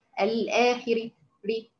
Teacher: واذا وقفت على الراء بالروم ترقق